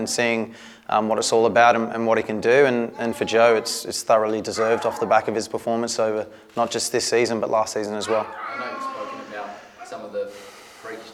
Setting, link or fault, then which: setting, busy venue